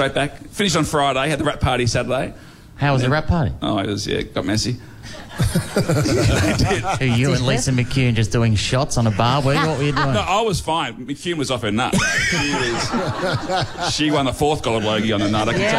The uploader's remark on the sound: LIVE From The Melbourne Comedy Festival. Joins us live on stage at our Melbourne International Comedy Festival breakfast!